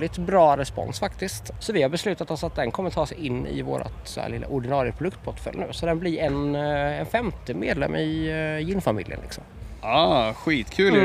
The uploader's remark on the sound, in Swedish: FESTIVALSPECIAL. Här i vimlet på Dylta Bruk.